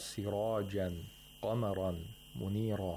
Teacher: they have tafkhim because they have aliful mad or tanwinul fath. They should be pronounced with the full mouth.